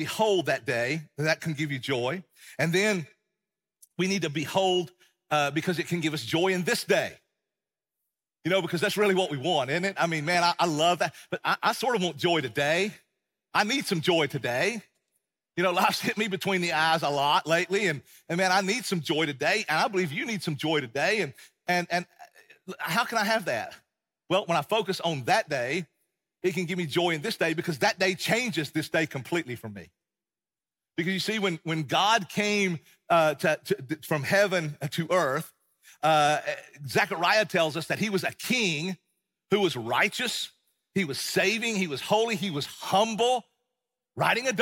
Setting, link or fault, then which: setting, large echoing room